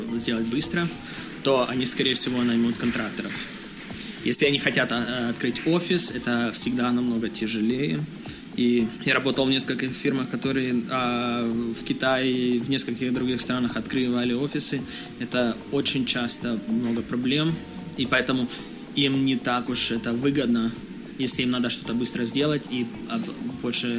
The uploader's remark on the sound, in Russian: Этот выпуск записан на конференции XPDays в Киеве.